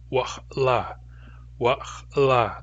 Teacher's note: The command ending la with a glottalized L is used after stems that end in a consonant.